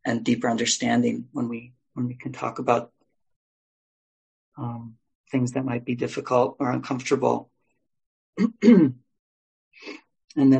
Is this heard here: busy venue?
no